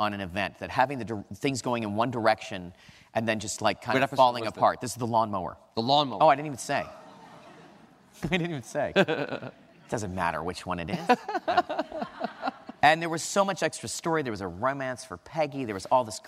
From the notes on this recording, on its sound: Recorded on April 28, 2015 at New York's 92nd Street Y. Recorded on April 28, 2015 at New York's 92nd Street Y.